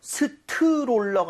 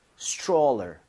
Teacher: T하고 R을 충돌을 하면서 치읓 비슷해집니다 · Shown in: second take